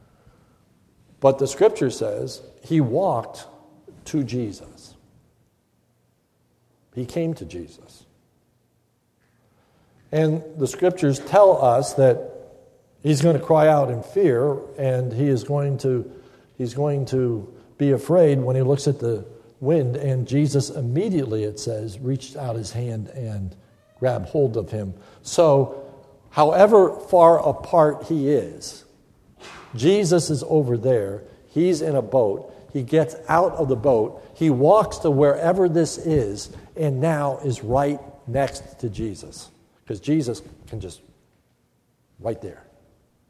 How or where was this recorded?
large echoing room